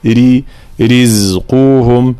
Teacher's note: لكي لا يصير مخلوطا أو شبيها بحرف السين، فلا نقول رزقهم رزقهم، لا رزقهم، مع طبعا ترقيق وبيان حركة الكسر في الراء، لا نقول رزقهم ر، لا ري رزقهم هكذا.